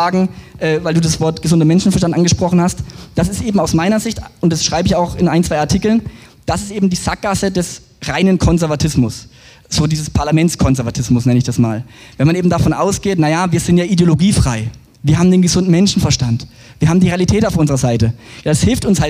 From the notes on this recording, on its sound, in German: Buchpräsentation. Auf dem IfS-Sommerfest 2023.